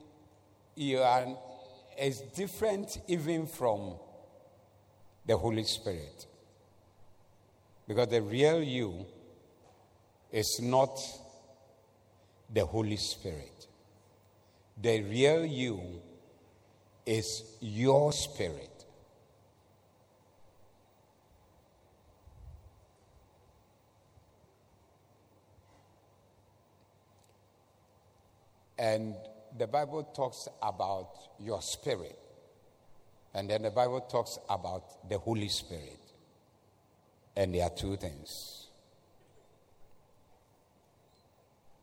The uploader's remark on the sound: Preached at the Doxa Service